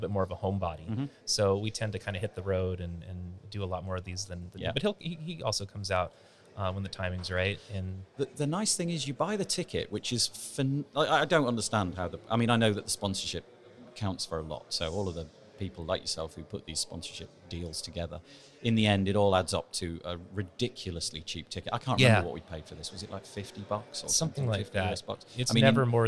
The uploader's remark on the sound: WordCamp Europe Live interview. This is the second of our live WordCamp Europe 2019 interviews.